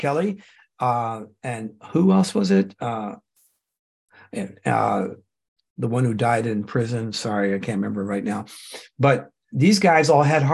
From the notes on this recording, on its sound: The shows are now all hosted on Zoom.